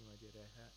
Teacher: This is the only place in the Quran where the alif al-ra with alif al-mad is not pronounced with tafkhim. It's pronounced with tarkib. · Term: imala